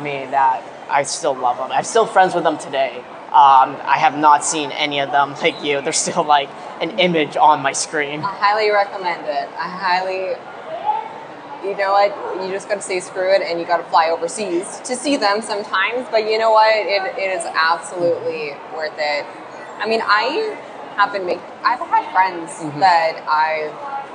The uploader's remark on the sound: FanExpo Panel. Share my panel from FanExpo Vancouver.